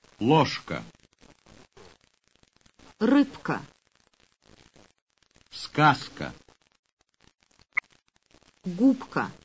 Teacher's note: voice consonants that are pronounced without voice when they immediately precede voiceless consonants